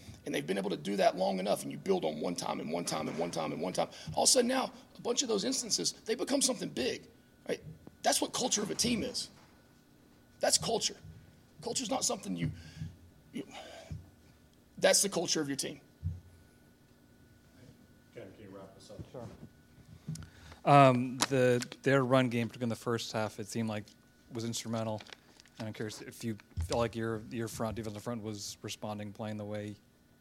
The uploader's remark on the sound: Postgame press conference (Miami).